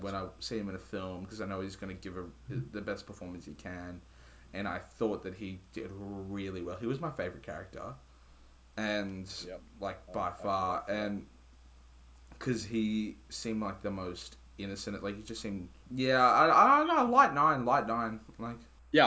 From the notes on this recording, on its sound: Apologies for some slight technical difficulties.